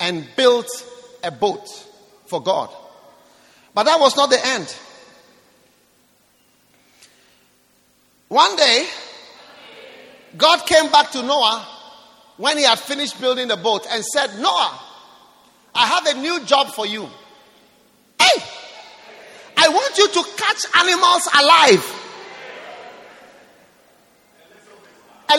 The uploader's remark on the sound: Preached at the dedication of The Rock Cathedral, Shepherd House International, Jamaica.